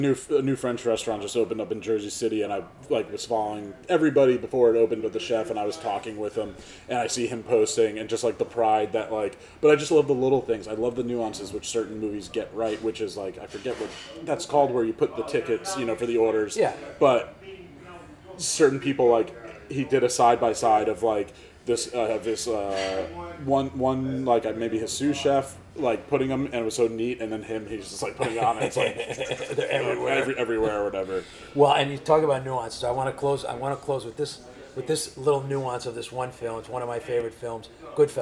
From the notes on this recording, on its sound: This was taped live at the Bendix Diner in Hasbrouck Heights.